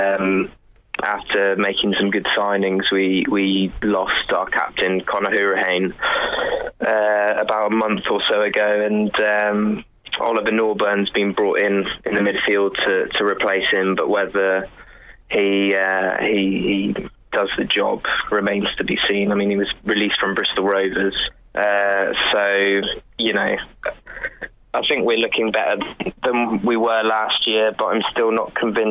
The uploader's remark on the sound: Joins us on the phone.